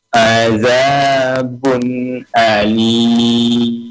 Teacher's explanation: Bunnya pendek, alinnya yang panjang. · Term: izhar